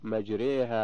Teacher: تقرأ بالإمالة أي بتقريب الفتحة نحو الكسرة والألف نحو الياء